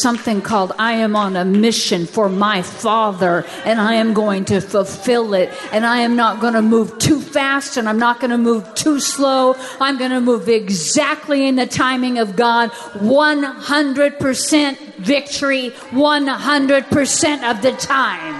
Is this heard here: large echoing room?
yes